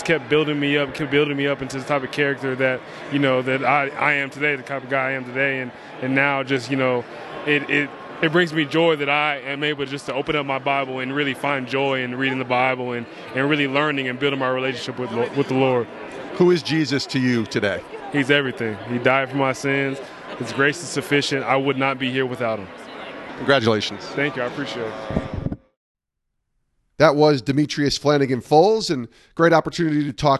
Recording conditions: busy venue